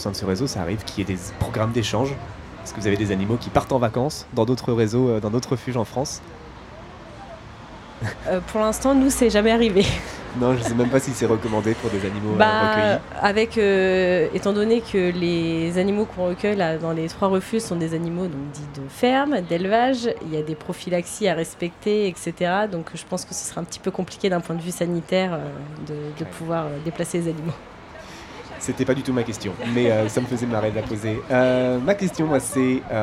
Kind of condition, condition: setting, busy venue